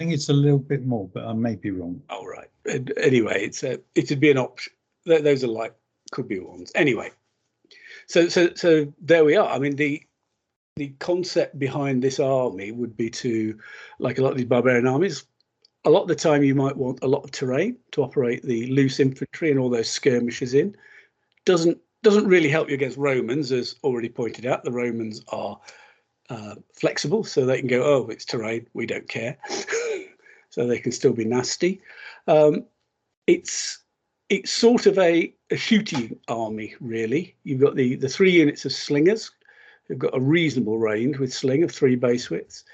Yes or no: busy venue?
no